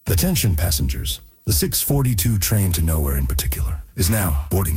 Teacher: That is a very breathy train conductor